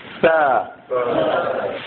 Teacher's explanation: زبان کی نوک اور ثنایا الیا جو ہے اس کی جڑ آتی ہے، ٹھیک.